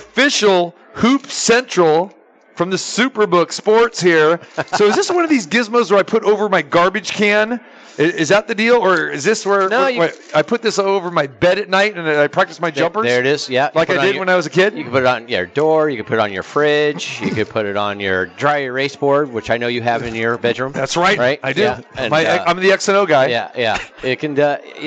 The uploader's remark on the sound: Live from the Superbook at Westgate Las Vegas.